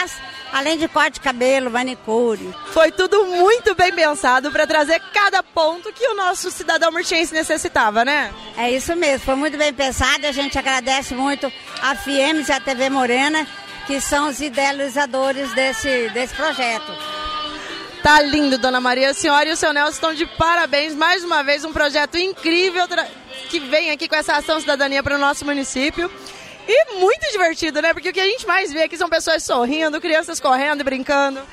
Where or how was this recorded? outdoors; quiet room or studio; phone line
outdoors